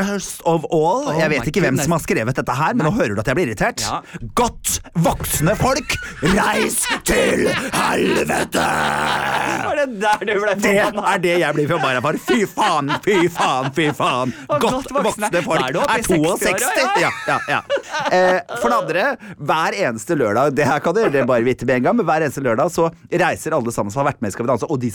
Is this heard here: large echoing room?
no